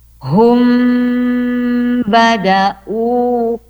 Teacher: maka M-nya dibaca dengung · Term: ikhfa syafawi